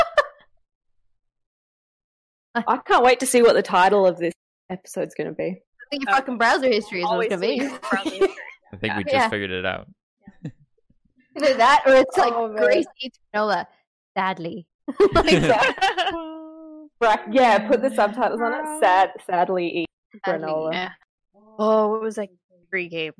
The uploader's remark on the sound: Due to higher bandwidth usages across the world, recording a Podcast that has always been international has become increasingly challenging. We try our best to maintain audio fidelity with the added connection issues we face.